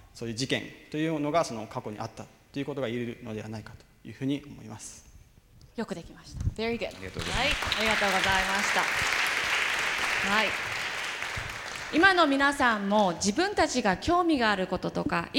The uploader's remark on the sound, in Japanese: FM FESTIVAL 2012。１回限りの公開授業。TOKYO FM ホールで行なわれた。